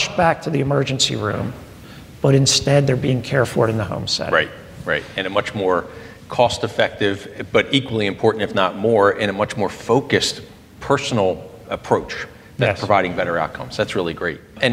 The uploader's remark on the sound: Recorded in front of a live studio audience.